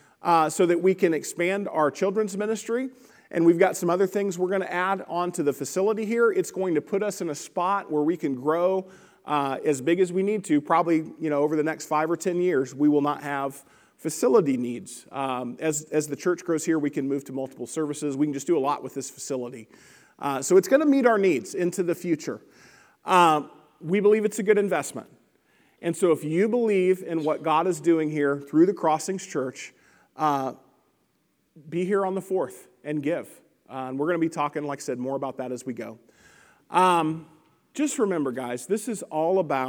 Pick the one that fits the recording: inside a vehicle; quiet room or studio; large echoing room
large echoing room